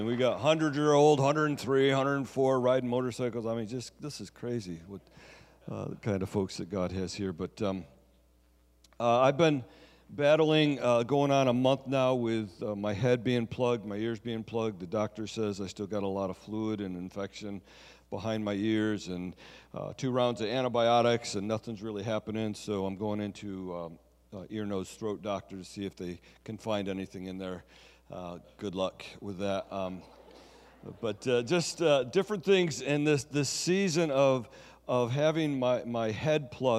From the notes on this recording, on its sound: Sunday Service Recording